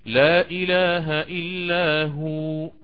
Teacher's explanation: أمد الها حركتين لأن الواو ستصبح مدية